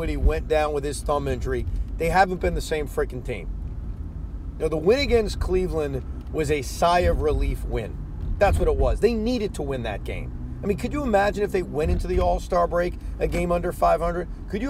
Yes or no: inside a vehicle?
yes